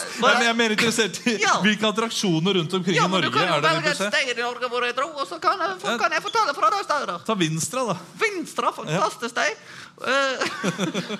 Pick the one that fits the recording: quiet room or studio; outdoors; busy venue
busy venue